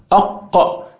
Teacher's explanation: قبة الحنك الأعلى حرف مفخم في تفخيم تغليظ أيضا هنا أق في ارتفاع أقصى الحنك الأعلى عشان يسد التجويف الأنفي الهواء حتى لا يخرج من التجويف الأنفي يخرج من التجويف الفموي · Term: حرف القاف